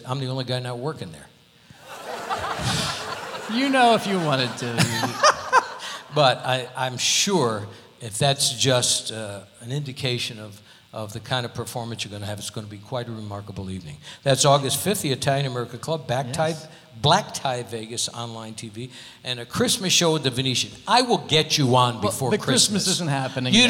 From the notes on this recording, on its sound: Live at the SouthPoint Casino.